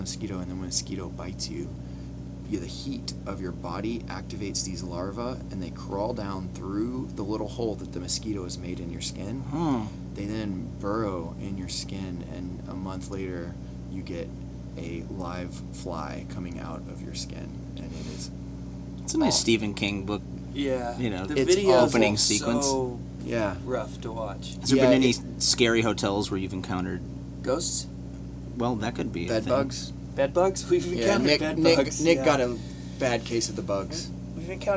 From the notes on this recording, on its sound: Sorry for the engine hum. Just sitting on the bus and listening to them weave their stories and songs together.